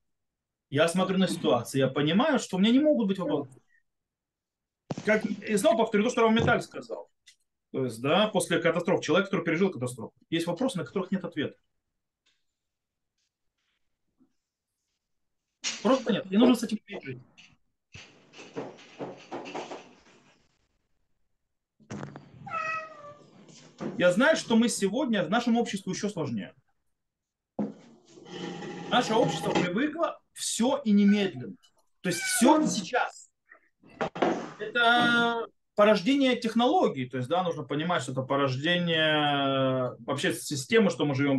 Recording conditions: video call